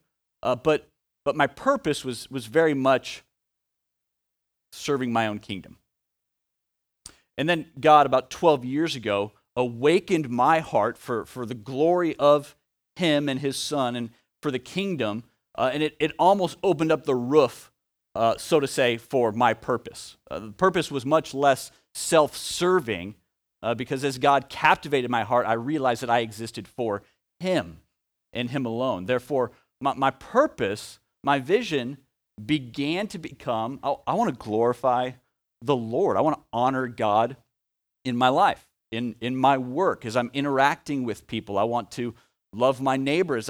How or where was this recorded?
large echoing room